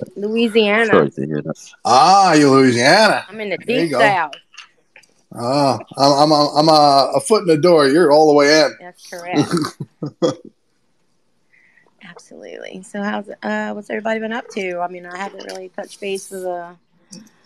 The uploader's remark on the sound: recorded on Twitter Spaces